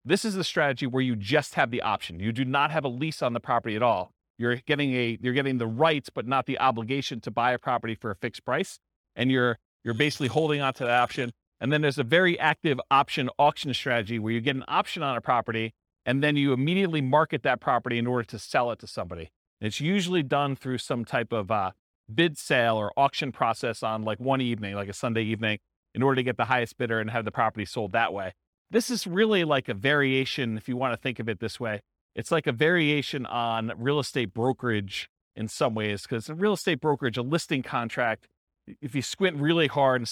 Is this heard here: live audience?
yes